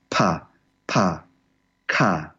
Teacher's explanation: Pa is really intense because it comes with a lot of wind. The P sounds are really explosive.